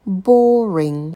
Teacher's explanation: Там у нас долгий звук «о», делайте звуковую волну.